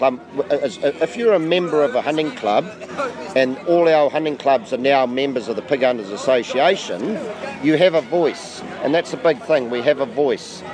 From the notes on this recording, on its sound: Another great time was had out at the Tihoi Tavern thanks to the Tihoi Hunting and Fishing. Sorry about all the noise - ITS A PUB!!